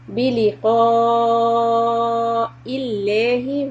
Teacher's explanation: So we are going to make the qaf heavy, stretch it for harakat, and then because of hamza with the kasra, the lafz jalala lam will be soft.